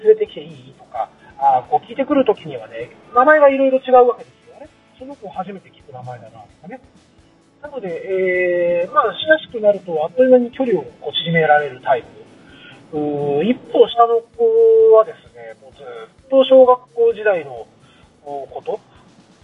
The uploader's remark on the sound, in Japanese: 今回は、車の中から収録した分を配信致しました。走行音もそうですが、マイク付イヤホンでの声がかなり聞き取りにくいかもしれません・・・。